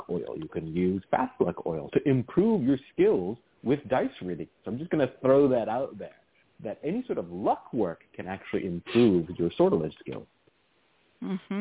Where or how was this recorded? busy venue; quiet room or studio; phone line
phone line